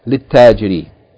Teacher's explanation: because the first letter of the word is a sun letter, so the lamb is not pronounced